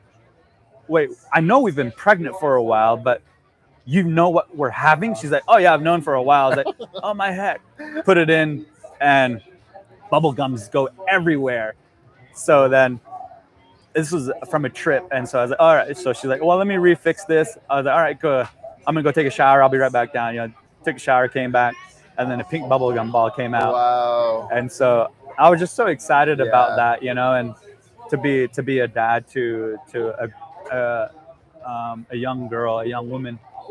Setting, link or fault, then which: setting, busy venue